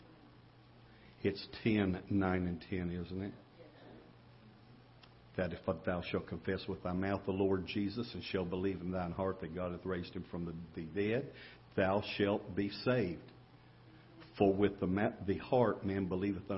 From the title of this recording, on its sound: Ketha Heights Baptist Church ~ Live Broadcast